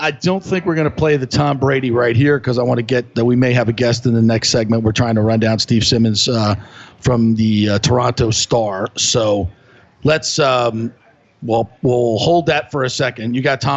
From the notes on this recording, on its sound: opens his show LIVE from Oak and Stone